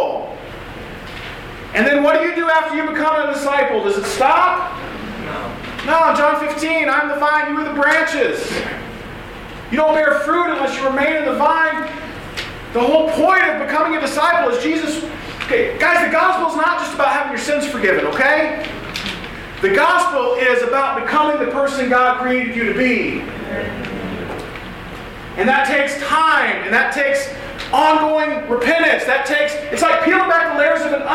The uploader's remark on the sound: Audio from West Coast Rush 2016 – a retreat for college students and young adults held annually in the Los Angeles area.